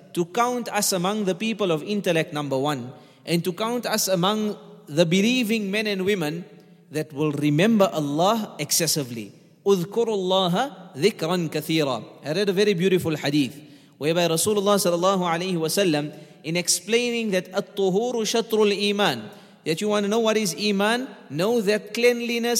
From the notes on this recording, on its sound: at the Houghton Masjid (West Street)